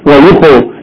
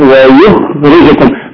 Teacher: اتمام الضم عدم ضم الشفتين في الخاء · Shown in: second take · Term: تسكين الخاء